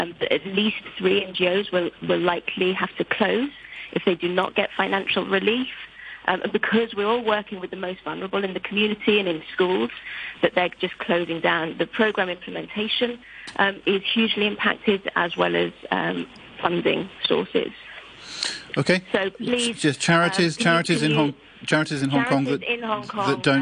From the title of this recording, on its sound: The Financial Secretary Phone-in